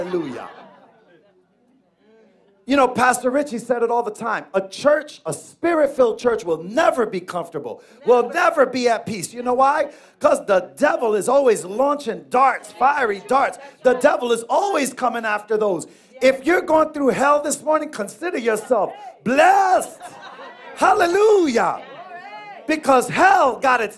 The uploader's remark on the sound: Here is our Final Message delivered at our church located at 11 Certified Dr., Middletown, NY 10940.